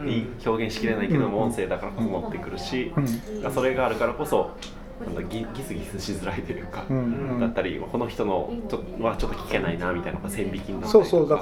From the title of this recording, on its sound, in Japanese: BAR KRYPTOで